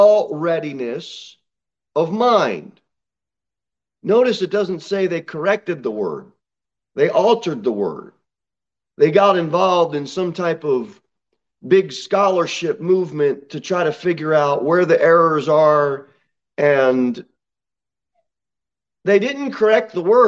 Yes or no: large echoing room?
yes